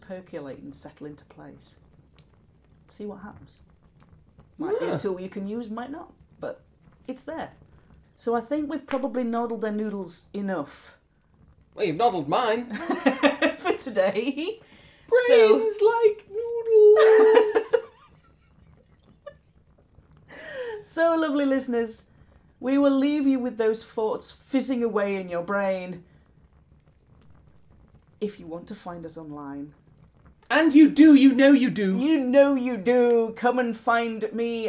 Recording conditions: sounds in the background